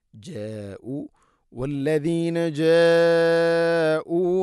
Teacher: ഇവിടെ മദ്ദിൻ്റെ അക്ഷരമായ അലിഫിന് ശേഷം ഹംസയാണ്. ഒരേ പദത്തിലാണുള്ളത് മദ്ദ് മുത്തസിൽ. നിർബന്ധമായിട്ടും ഇത് നാലോ അഞ്ചോ ഹർക്കത്തിൻ്റെ ഖദറിൽ നീട്ടണം.